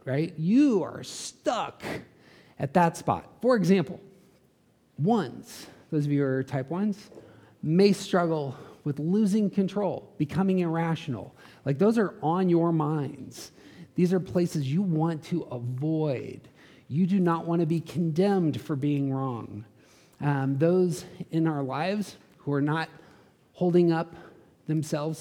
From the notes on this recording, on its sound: These episodes contain some of the live audio from that event.